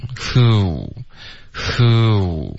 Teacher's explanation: 英文其实是开头嘴唇是放松的，OK，所以是一个 who 的这个音，然后嘴唇再随着这个的音嘟起来